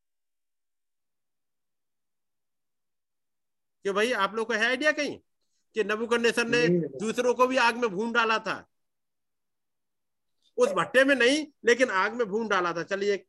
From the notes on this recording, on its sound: Zoom Meeting.